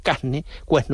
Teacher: la aspiración de la R ante N o L